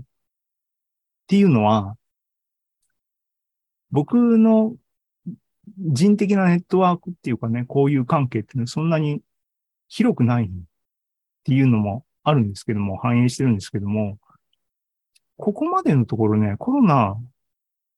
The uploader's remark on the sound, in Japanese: ２０２２年１２月２１日に開催した ZOOMライブの模様です